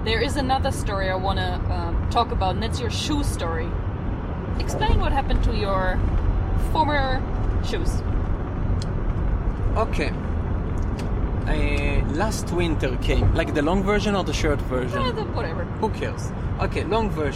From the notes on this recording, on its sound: A test drive! Recording while riding the car!